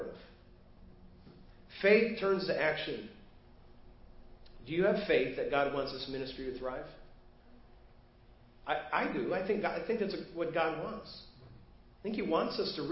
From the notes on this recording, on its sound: Preached at First Baptist Church of Hazel Park